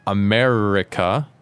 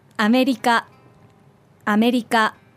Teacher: it's sort of somewhere in between a tapped R and an L. · Shown in: second take